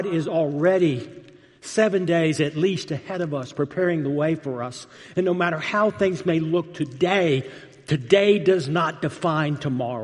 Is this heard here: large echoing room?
yes